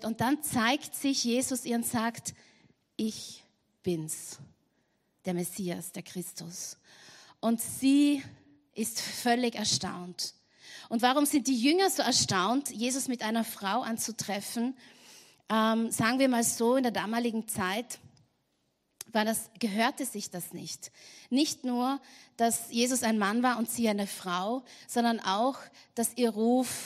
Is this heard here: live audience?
yes